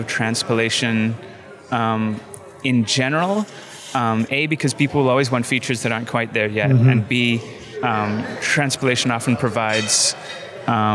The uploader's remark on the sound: on location at Node + JS Interactive in Vancouver